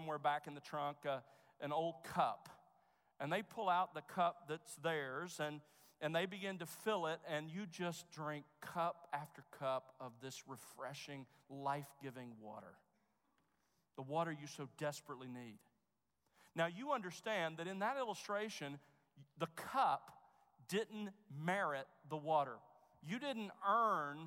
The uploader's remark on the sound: Chapel at The Master's University on October 23, 2015